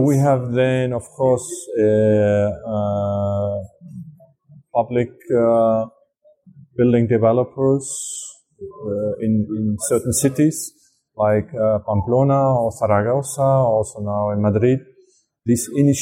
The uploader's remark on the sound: special bonus episode recorded at the 26th International Passive House Conference